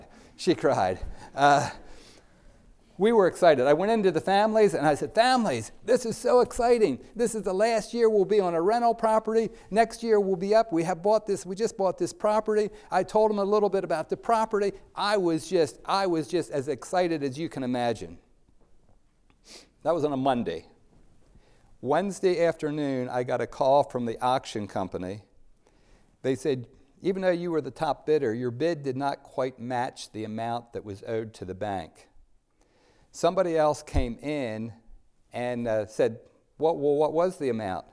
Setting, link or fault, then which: setting, large echoing room